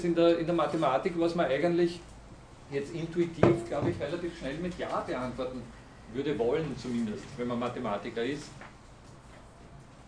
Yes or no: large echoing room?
yes